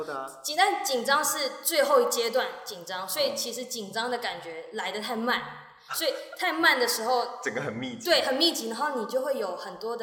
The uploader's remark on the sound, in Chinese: 本集收音不佳，有些回音，請見諒！